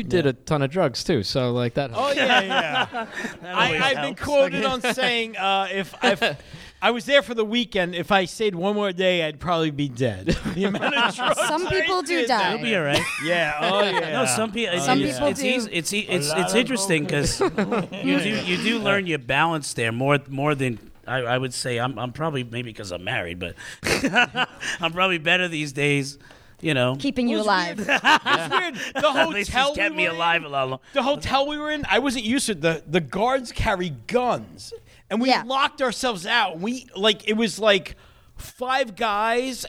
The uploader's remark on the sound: Thanksgiving at Applebee's. This Thanksgiving Eve live show.